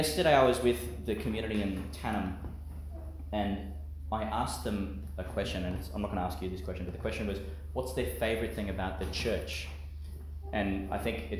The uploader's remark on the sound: Homily for the Twenty-third Sunday in Ordinary Time, delivered in Our Lady of Mount Carmel, Mt Larcom, Qld.